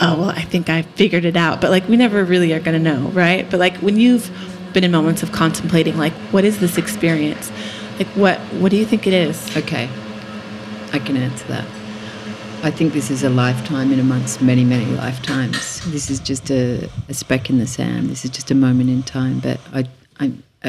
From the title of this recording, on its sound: Live from Habitat in Byron Bay